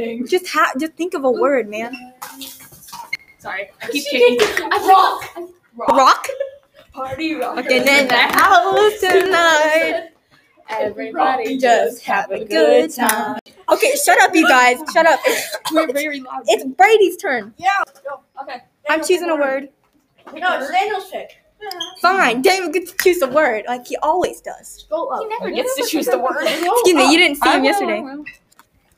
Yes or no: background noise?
yes